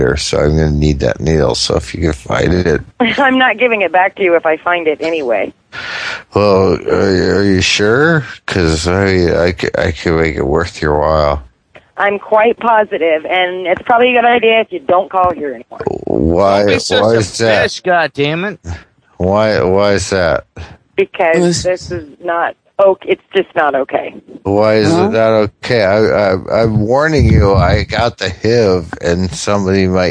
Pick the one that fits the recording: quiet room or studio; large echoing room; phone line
phone line